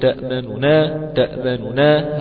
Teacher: ما لك لا تأمننا على يوسف، تأمننا تأمننا، هكذا بهذه الكيفية، تأمننا، النون الأولى المضمومة، النون الأولى المضمومة آتي منها ببعض الضم أو بثلثي الضم وأترك ما ثلث · Term: اختلاس